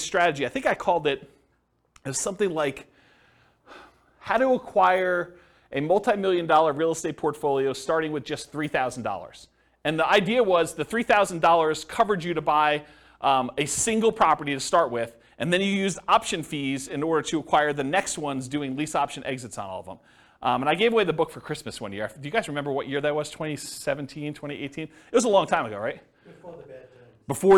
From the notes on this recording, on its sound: This was a live class recorded